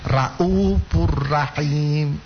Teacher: Lalu berikutnya ada ro juga, ro sebaiknya mulai kita apa mulai kita perbaiki lagi membaca ro dengan menebalkan huruf ro